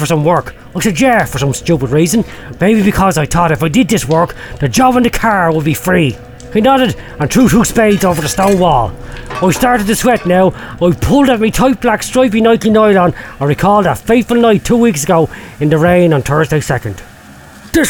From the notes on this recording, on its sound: It's the Friday Rock Show live in Russia during the World Cup 2018, from the Fisht stadium in Sochi.